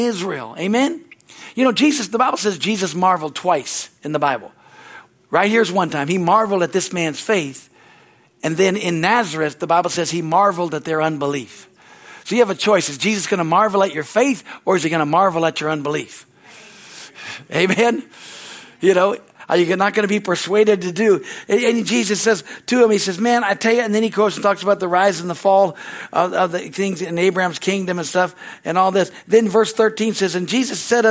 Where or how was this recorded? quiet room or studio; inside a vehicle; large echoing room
large echoing room